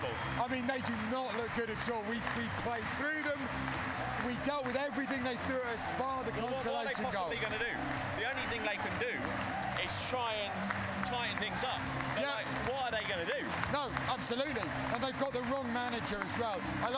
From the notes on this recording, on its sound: Live from the Newcastle Match